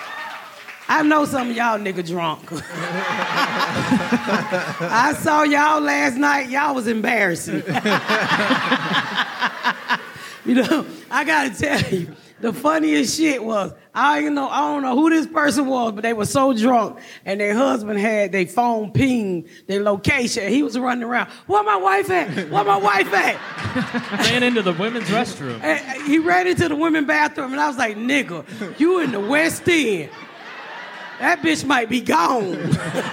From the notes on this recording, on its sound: Joining us live on the stage